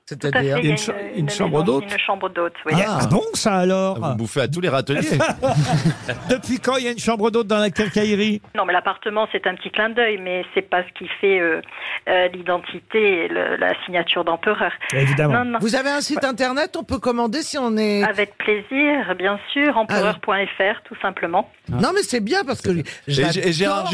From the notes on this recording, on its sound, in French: avec au téléphone sa directrice